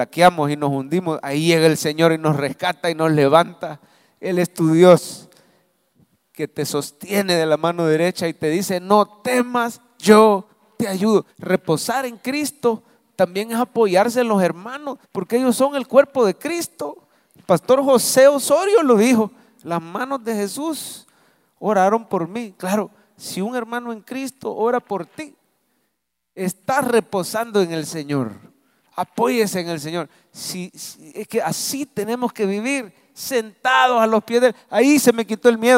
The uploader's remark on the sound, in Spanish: Mensaje predicado en vivo desde el Centro Familiar de Adoración CEFADCHURCH, Mayo 2023